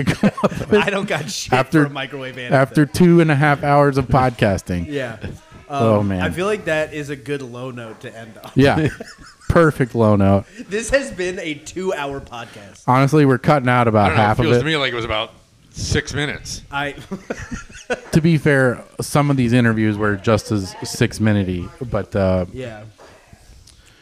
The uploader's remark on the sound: Live from Hershey!! Coming to you live from Hershey, PA.